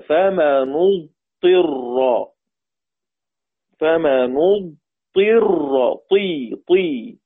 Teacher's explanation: قرأ أبو جعفر بكسر الطاء انفراد له